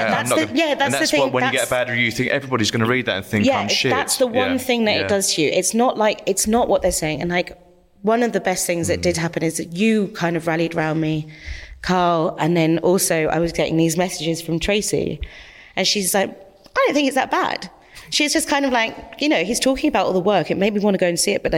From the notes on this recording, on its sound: Live at Jupiter Artland. Recorded in front of an intimate live audience at Jupiter Artland, Edinburgh.